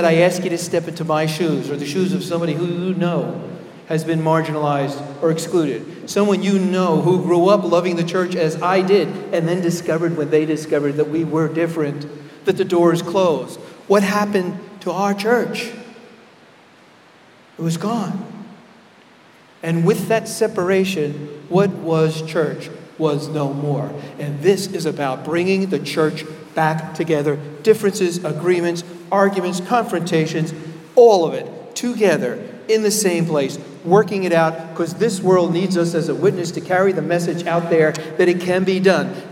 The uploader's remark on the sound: Keynote Address at MLP Conference, Rochester, NY.